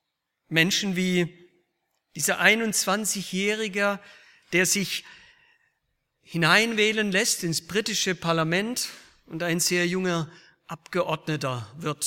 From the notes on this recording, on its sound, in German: aus dem Gottesdienst der Liebenzeller Mission